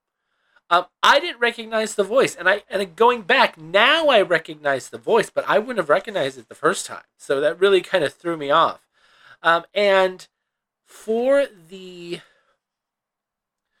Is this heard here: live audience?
no